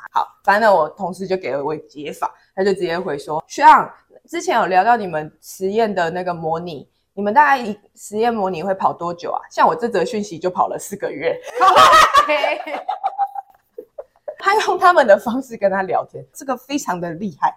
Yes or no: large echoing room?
no